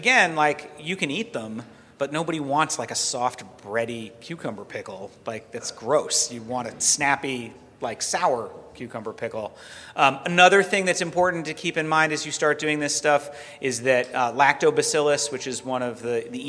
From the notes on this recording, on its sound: Live at Farm to People. This live recording is from March 8th.